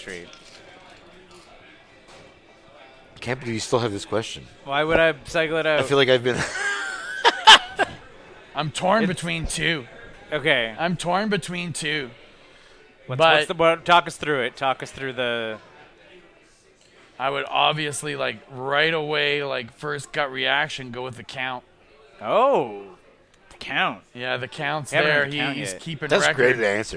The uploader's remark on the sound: we recorded this one live (to tape) at the back of Grumpy’s on Montreal’s historic Bishop Street